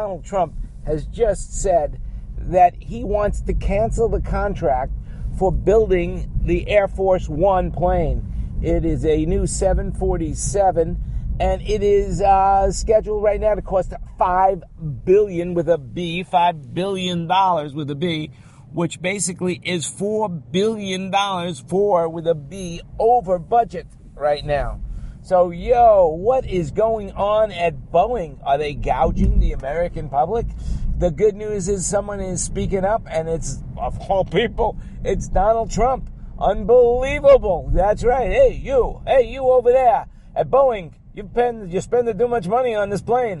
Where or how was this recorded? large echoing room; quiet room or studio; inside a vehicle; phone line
inside a vehicle